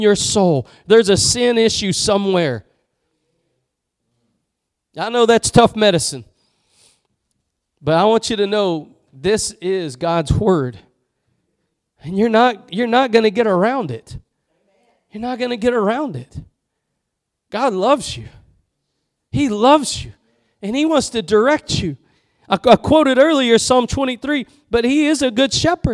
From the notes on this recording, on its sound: Preached at Gospel Lighthouse in Bossier City, La.